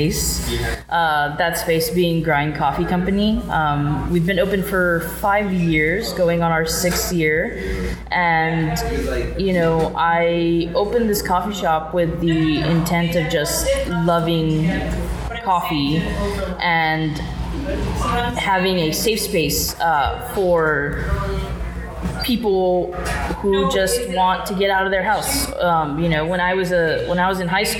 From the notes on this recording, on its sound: If it sounds like the episode was recorded in a coffee shop, it's because it was.